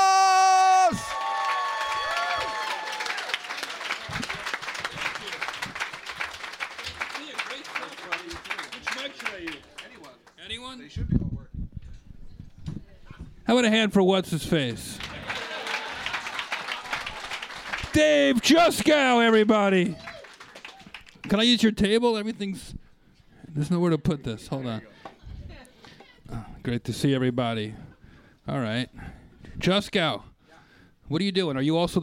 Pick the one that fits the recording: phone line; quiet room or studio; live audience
live audience